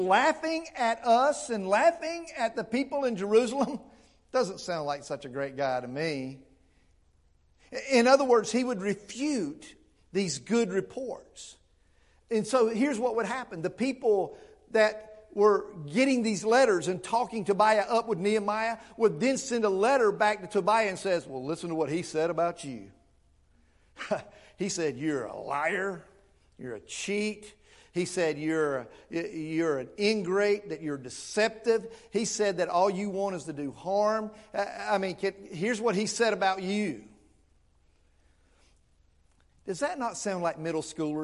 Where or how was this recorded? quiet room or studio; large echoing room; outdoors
large echoing room